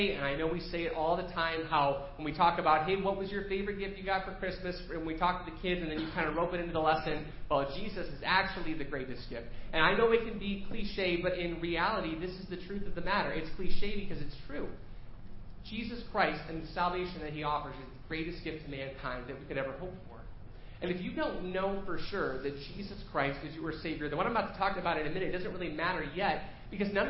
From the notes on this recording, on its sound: Preached at First Baptist Church of Hazel Park.